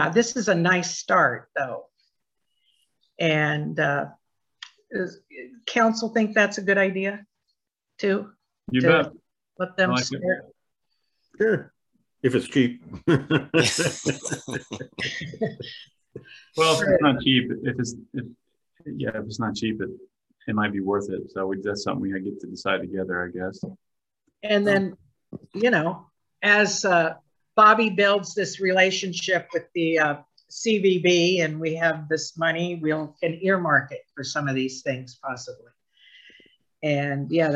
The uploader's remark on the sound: University Heights City Council Meeting. Was held on Zoom.